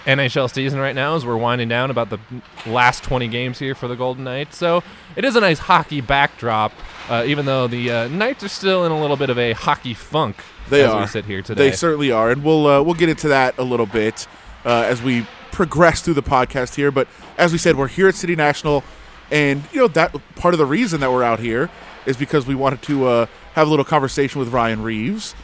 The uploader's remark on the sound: We are on location at City National Arena